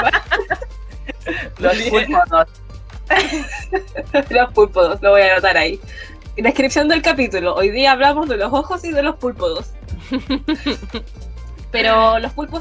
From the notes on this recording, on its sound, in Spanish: Y na po, es como estar en mi dormitorio porque ESO ES AÚN. Los audios se siguen cortando a ratos, la interferencia a veces, el colapso del Internet, TODO SIGUE IGUAL EN LA PANDEMIA.